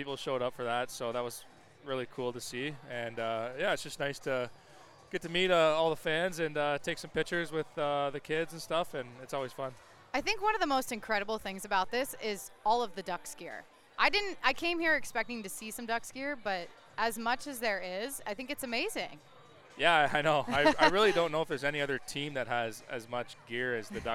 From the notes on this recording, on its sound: recorded from the 2023 Anaheim Ducks Day at Disneyland California Adventure Park